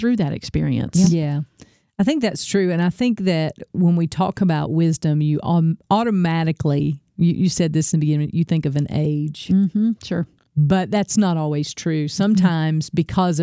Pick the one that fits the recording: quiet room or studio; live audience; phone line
quiet room or studio